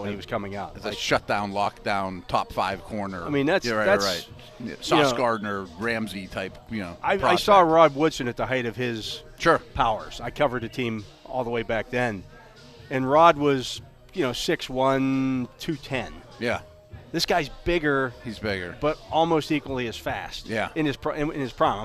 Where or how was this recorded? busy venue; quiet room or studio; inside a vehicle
busy venue